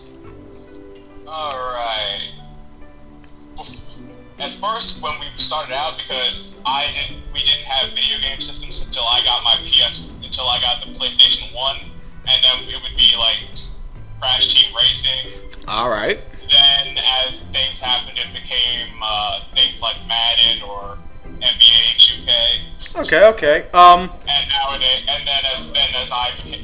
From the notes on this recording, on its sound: Cleaned up the audio as best I could and added some music.